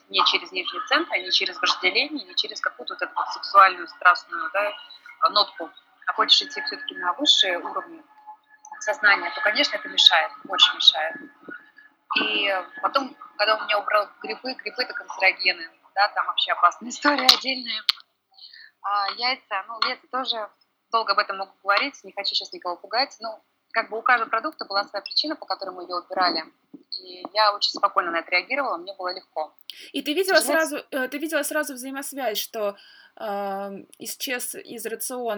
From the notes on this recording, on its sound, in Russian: Саундтреком подкаста стало пение ветра в островных джунглях и вообще мистический шум Бали